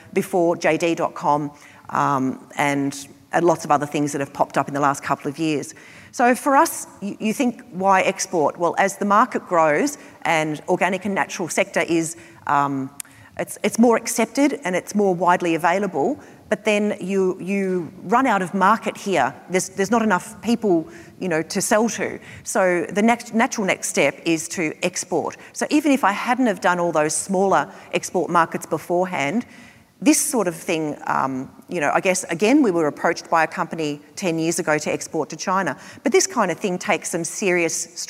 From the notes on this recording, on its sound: This show was recorded at our recent Flying Solo Live event in Melbourne.